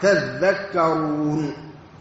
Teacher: وأصلها أيضا تتذكرون، لكن أدغمت التاء في الذال لتقارب المخرج، فإن التاء تخرج من طرف اللسان مع أصول الثنايا العليا، والذال تخرج من طرف اللسان مع أطراف الثنايا، ثم بعد ذلك تشترك التاء مع الذال في الإصمات والاستفال والانفتاح.